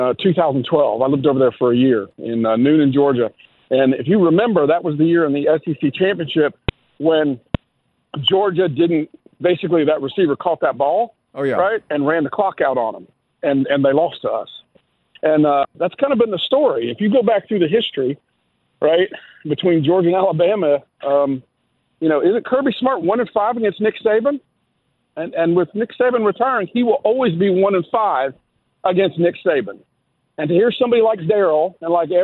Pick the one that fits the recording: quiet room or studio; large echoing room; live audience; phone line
phone line